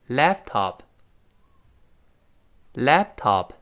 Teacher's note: 破音啊。中间那个 lap 就得失去爆破。因为爆破音后面出现其他辅音失去爆破，直做口型但憋住气，气流不爆破出来，这就失去了爆破了。那么 lap，双唇闭紧，停一下，laptop，再读后面那个 top